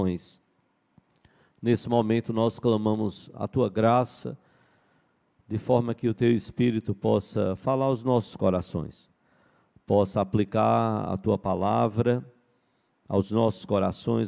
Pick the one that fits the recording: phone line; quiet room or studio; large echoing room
large echoing room